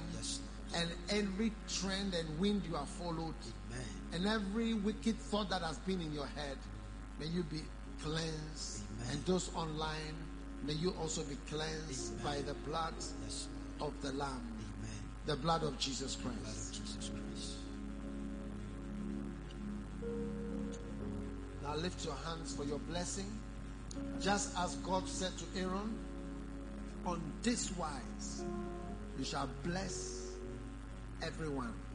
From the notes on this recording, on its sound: Preached at morning Glory Service